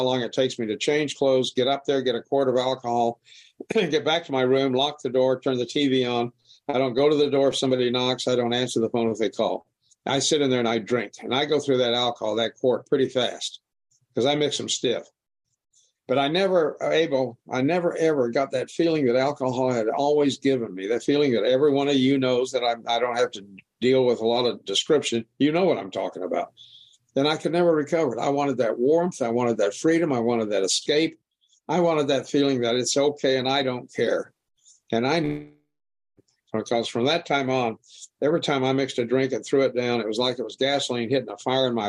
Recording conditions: video call